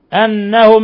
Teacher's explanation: حرف غنة مشدد يغن مقدار حركتين أنهم إذ ميم ساكنة جاء بعدها الهمزة الحكم التجويدي إظهار شفوي